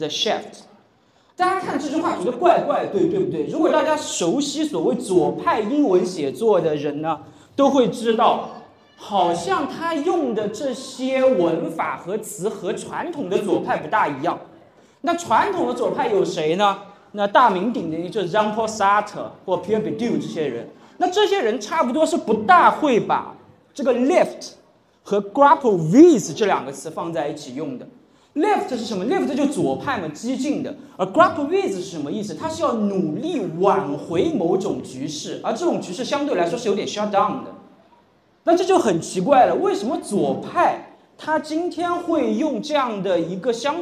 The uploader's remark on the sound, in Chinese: 现场实录